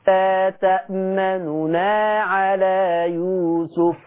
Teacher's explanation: عشان اعمل اختلاس لازم افك النون الاولى عن التاني عشان اقدر اجيب حته من الضمه. لا تأمننا على يوسف، الاولي واخري في تأمننا يا اشمام يا اختلاس. · Term: الاختلاس